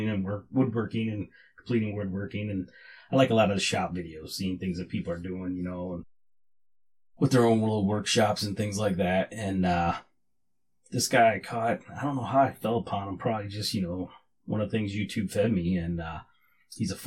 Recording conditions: poor microphone